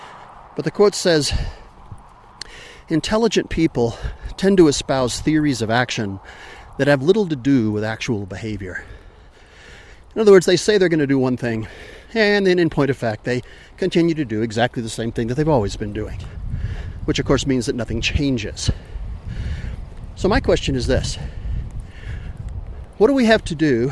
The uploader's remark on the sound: All while hiking in the high country of New Mexico. Sorry for being breathless!